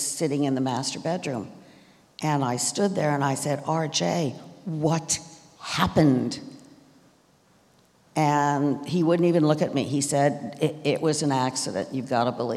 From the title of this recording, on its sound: Live at CrimeCon